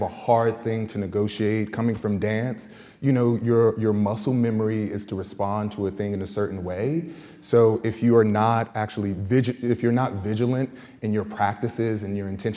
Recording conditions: busy venue